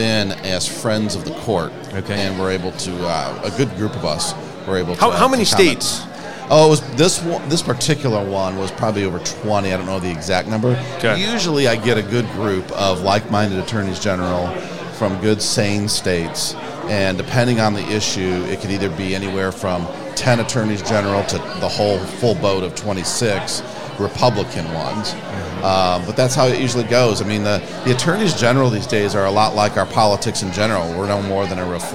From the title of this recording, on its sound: Live from the Lincoln Day